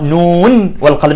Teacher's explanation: النون ساكنة في آخر الكلمة والواو في أول الكلمة الثانية، ومع ذلك يعني قرأها حفص من طريق الشاطبية بالإظهار